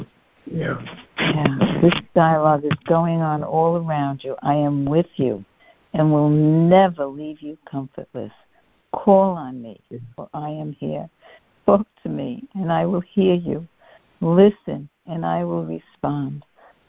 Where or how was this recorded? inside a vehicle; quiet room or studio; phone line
phone line